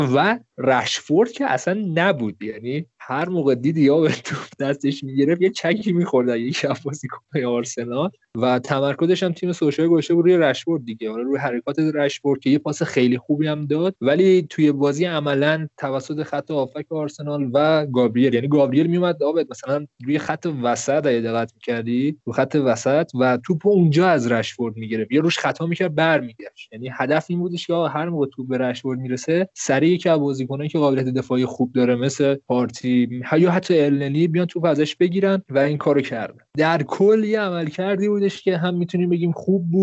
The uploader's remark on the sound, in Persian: با توجه به اوجگیری شیوع ویروس کرونا و ضبط اسکایپی جداگانه هر بخش از پادکست تصمیم گرفتیم که به محض ضبط هر بخش در قالب یک قسمت مستقل آن را منتشر کنیم.